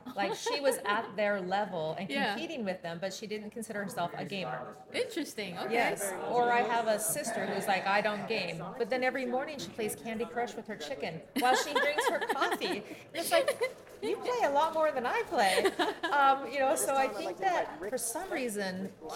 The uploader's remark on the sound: This special podcast series previously hosted LIVE from the EsportsNext 2023 conference.